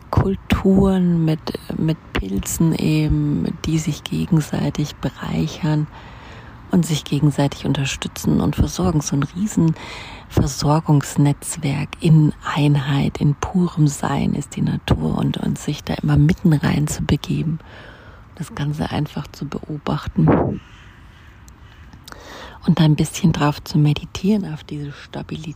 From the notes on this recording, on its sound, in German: live aus dem Park